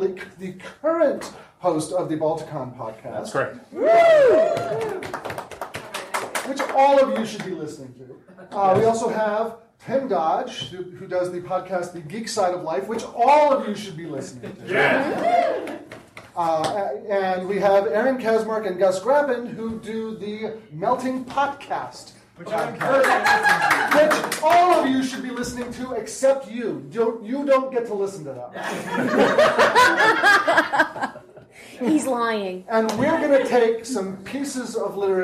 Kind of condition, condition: setting, live audience